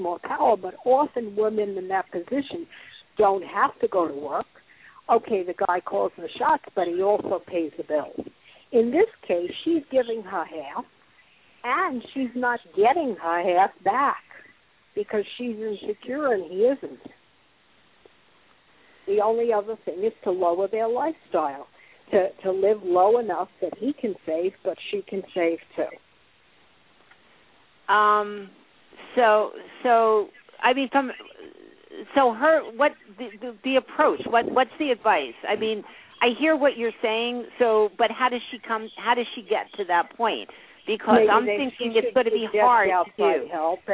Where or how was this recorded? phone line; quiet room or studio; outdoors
phone line